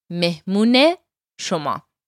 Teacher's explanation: that e sound we hear between the two words, it's called the ezafe, and it shows that the mehmun belongs to shoma.